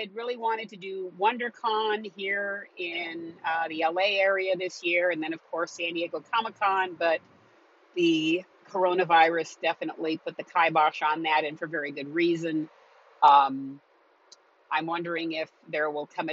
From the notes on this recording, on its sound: As you may guess from the background noise on this episode I was traveling in my car as I recorded this.